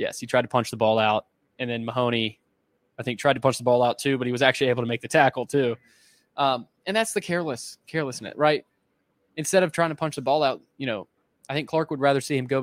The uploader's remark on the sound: Report from Allegacy Stadium in Winston Salem for an instant reaction following Vanderbilt's 36-20 loss to Wake Forest.